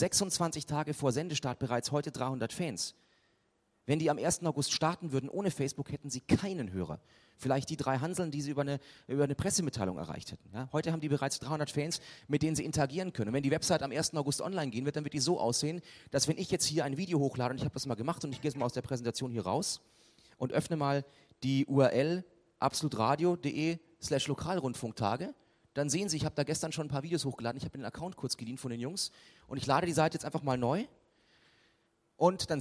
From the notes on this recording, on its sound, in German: mit einem Gastvortrag auf den Lokalrundfunktagen in Nürnberg 2011